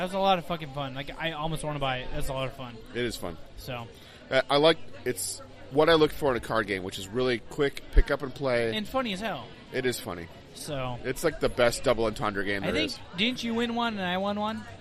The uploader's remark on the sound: Live from Shanahans. This week we are live from a new Irish Pub called Shanahans and we're sorry in advance for the windy audio.